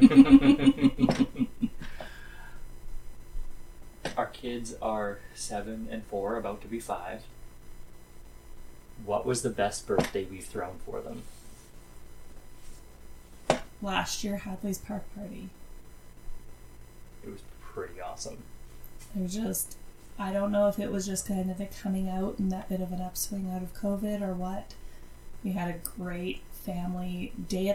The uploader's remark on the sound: the audio quality of this episode sucks I have done everything I know how to do and I could not improve this episode